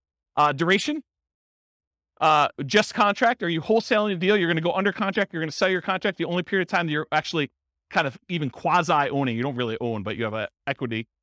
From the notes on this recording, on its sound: Real estate entrepreneurs in College Station, Texas. This was a live class recorded. The live in-person version.